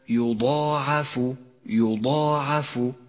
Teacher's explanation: ولاحظ أن حرف الياء حرف مرقق والضاد حرف مفخم تتبعه الألف التي بعده في التفخيم، أما العين والفاء حرفان مرققان دائما.